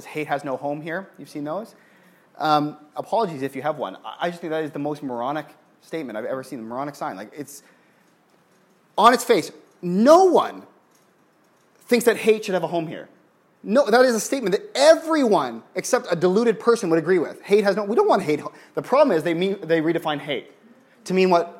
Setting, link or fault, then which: setting, large echoing room